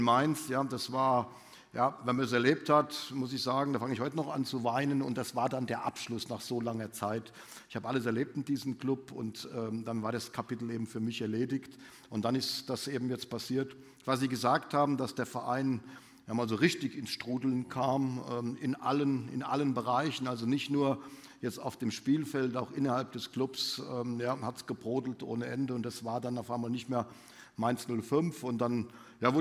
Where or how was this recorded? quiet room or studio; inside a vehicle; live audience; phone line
live audience